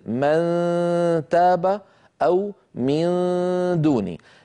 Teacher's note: طرف اللسان قريب من الحنك من منبت الأسنان العليا لكنه لا يلامسها. ما في تلامس ولا في إقفال للمخرج، يعني ما في قرع. · Term: إخفاء النون